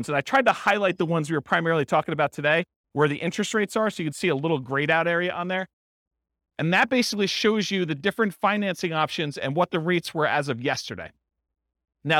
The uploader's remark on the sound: This was a live class recorded